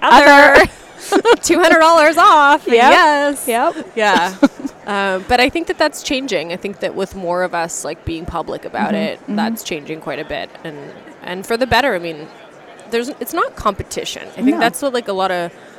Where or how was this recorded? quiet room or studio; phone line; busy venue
busy venue